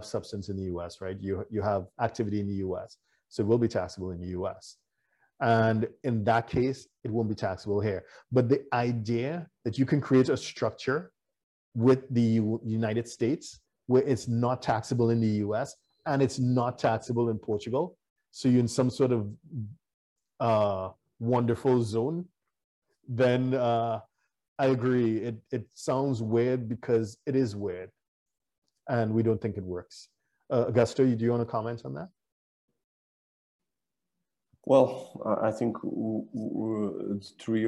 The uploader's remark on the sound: WEBINAR. For those joining us on Zoom.